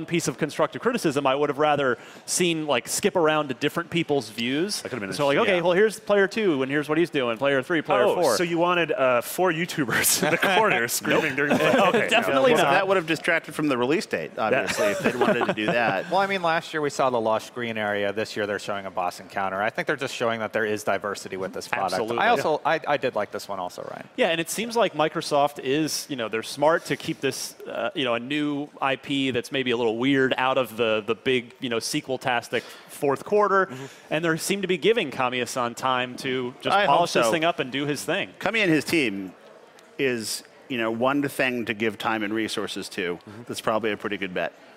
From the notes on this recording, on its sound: Aired live at E3 2016. This was our live reactions to everything that had just happened at the Xbox press conference.